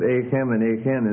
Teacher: You've got two syllables in most all of these suffixes, or at least a number of them, but the difference with ahem and ahen is that the stress is on the last of those two syllables rather than the first of those two syllables · Term: stress difference